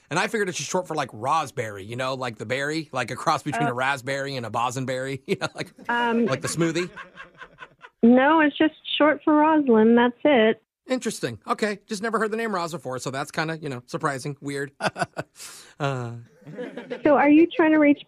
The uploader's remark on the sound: Phone Tap. Calls up a complete stranger.